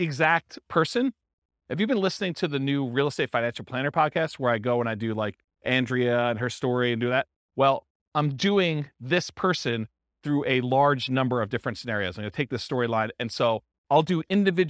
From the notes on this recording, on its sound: This was a live class recorded